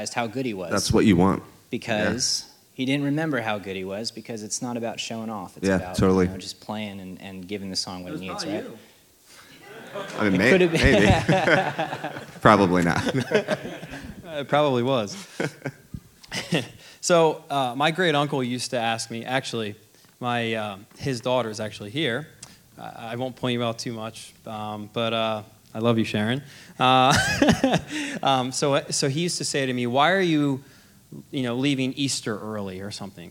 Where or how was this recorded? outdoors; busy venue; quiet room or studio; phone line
busy venue